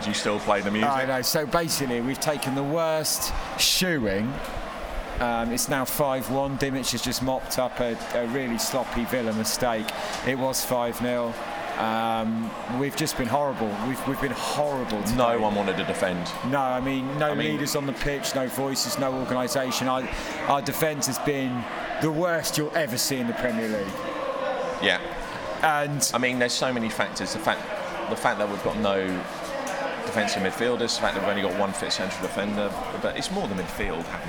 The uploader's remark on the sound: Live from the Villa Game.